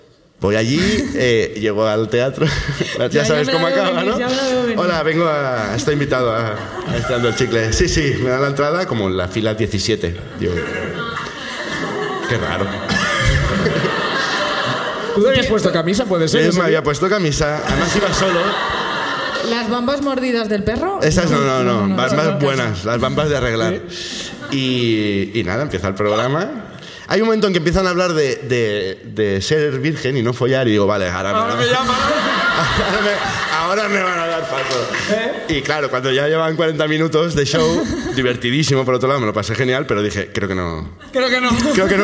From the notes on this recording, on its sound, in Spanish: El público de Barcelona comparte sus ruinas